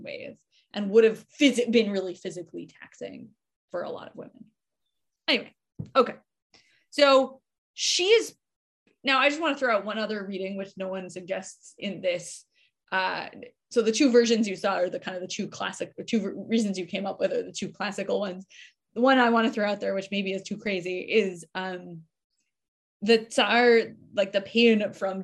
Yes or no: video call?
yes